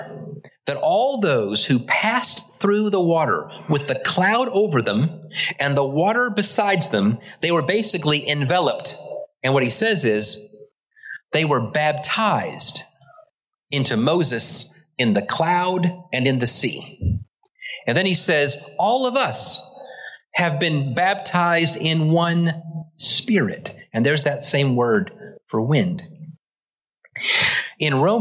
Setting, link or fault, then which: setting, large echoing room